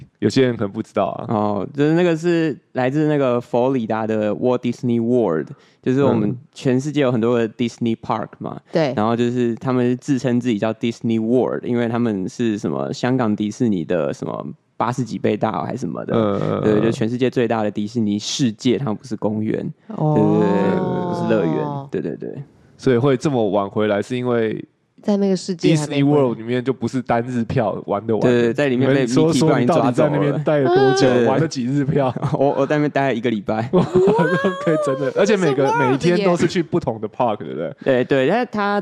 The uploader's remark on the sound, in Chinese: 今天這一集再跟我們一起回到費城的活動現場吧！